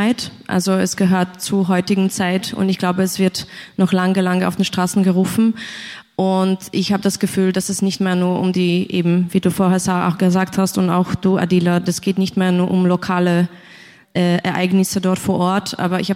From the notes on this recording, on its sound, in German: Pölten bringt den Mitschnitt einer Veranstaltung der TangenteStadtprojekte vom 18. Im KulturheimNORD St.